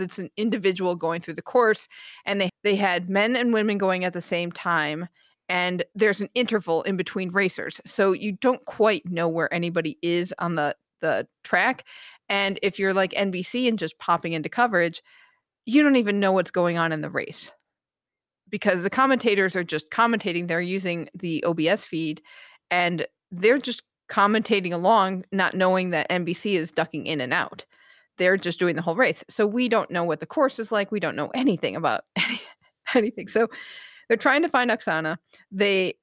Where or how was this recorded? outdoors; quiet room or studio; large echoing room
quiet room or studio